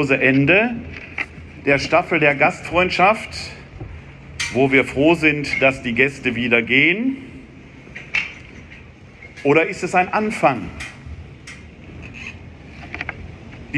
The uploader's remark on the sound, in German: In seiner Predigt während des ökumenischen Gottesdienstes auf dem Laurentiusplatz in Wuppertal-Elberfeld. Der anlässlich der Staffel der Gastfreundschaft der Arbeitsgemeinschaft christlicher Kirchen und Gemeinden (ACKuG) gefeiert wurde.